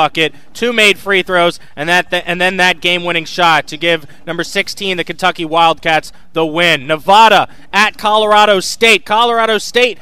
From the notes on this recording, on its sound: As we launch The Sports App live from campus. Live from VCU campus.